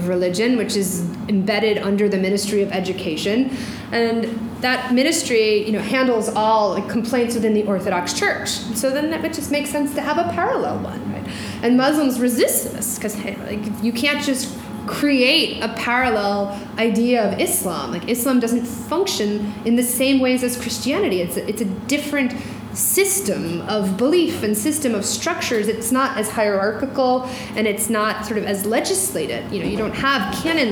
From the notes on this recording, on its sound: During this talk at the University of Washington